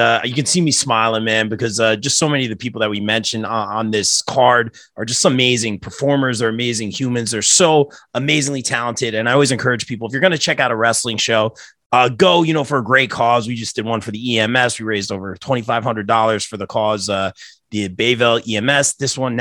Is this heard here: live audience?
no